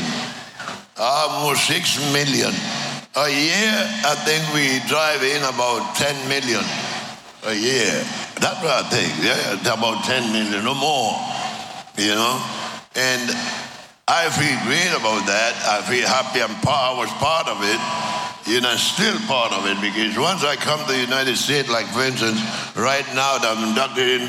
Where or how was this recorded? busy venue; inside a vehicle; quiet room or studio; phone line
busy venue